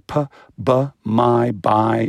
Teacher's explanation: The way that they're learning that complex gymnastics of making a P versus a B versus a M sound, which all have that same, gesture of the lips, but have the vocal cords either buzzing or not buzzing